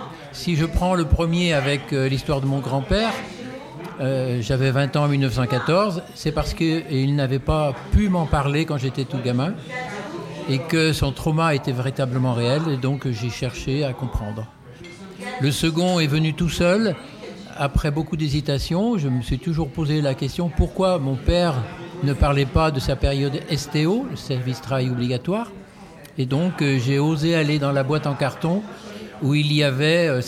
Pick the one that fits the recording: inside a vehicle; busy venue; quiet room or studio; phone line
busy venue